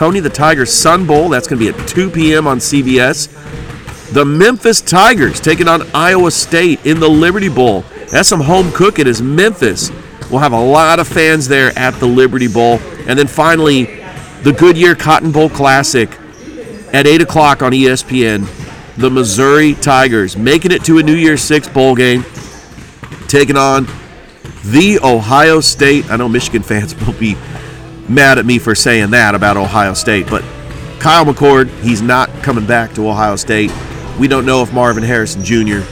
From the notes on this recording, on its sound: Live from the Border Wars on the campus of Glenwood.